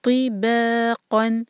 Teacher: با لائٹ اور قاف ہیوی، تو ہیوی، با لائٹ، قاف ہیوی.